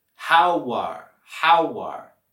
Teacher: Podemos vincular las palabras how are con el sonido what, what.